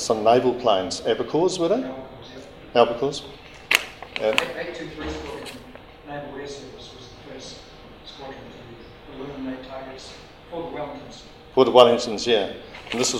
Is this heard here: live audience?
yes